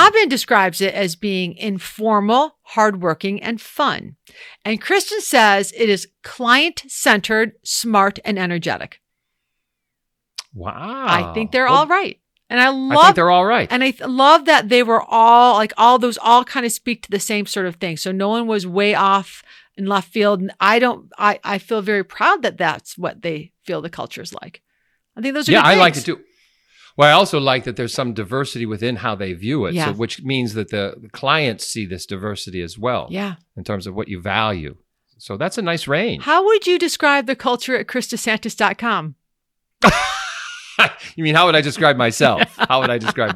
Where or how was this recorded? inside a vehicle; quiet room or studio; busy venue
quiet room or studio